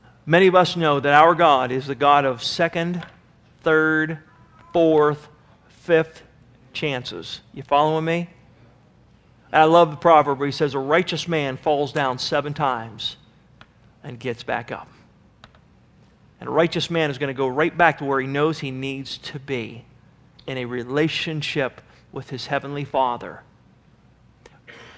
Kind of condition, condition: setting, large echoing room